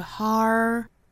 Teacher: Harder 这个词我们注意有两处卷舌